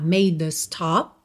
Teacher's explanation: Dzinho marcado mesmo. O E final da palavra made não é pronunciado, então esse D já liga na letra A.